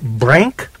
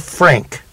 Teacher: The lower lip against the upper front teeth only. · Shown in: second take